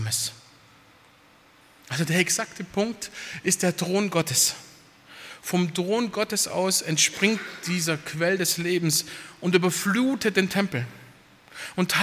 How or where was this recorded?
large echoing room